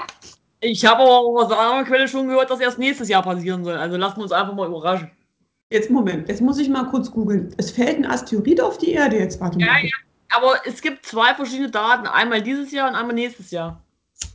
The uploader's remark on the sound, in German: Meine Schwester und ich skypen.